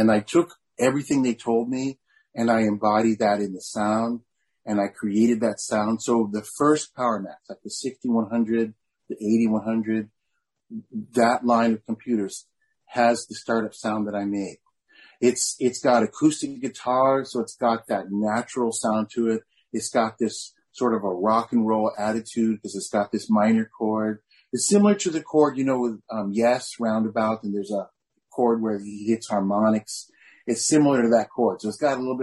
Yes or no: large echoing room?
no